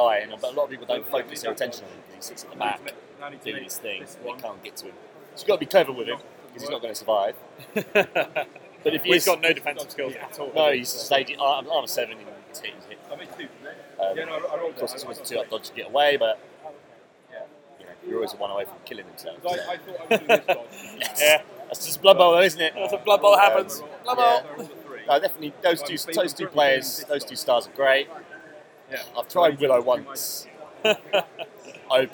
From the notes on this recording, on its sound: LIVE from the LGT. LIVE from the venue.